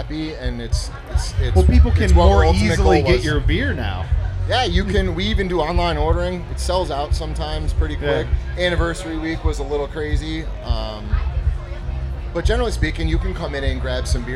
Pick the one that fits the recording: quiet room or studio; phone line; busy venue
busy venue